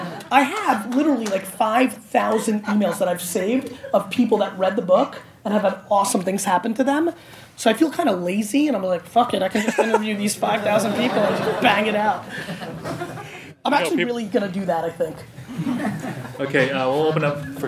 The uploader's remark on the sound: Fireside Chat at Startup Grind NYC